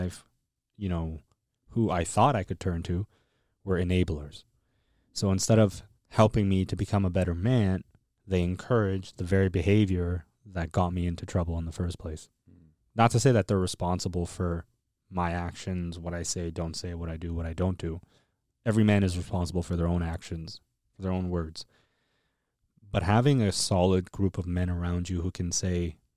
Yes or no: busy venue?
no